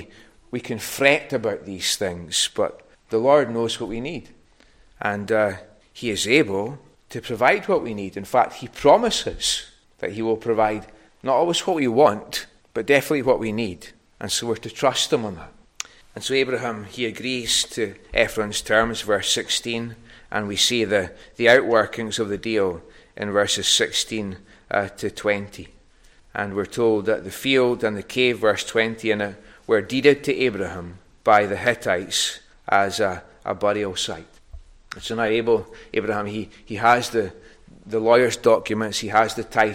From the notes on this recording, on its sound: recorded at North Harris Free Church on the evening of Sunday, 7th May 2023